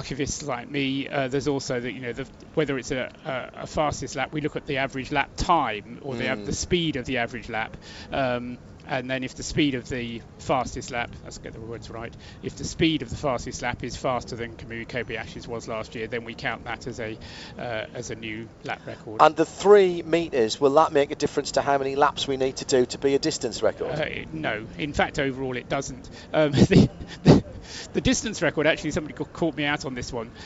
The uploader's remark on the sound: live at Le Mans for this week’s show